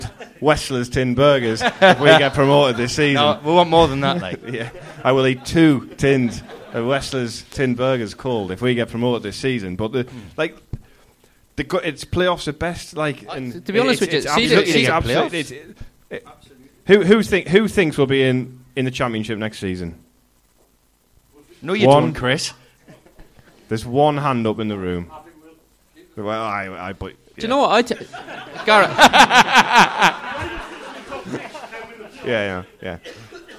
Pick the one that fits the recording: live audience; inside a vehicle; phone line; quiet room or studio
live audience